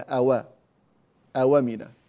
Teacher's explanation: ينقل حركة الهمزة في كلمة أمنا إلى الساكن قبلها وهو الواو فيفتحها · Term: فتحة النقل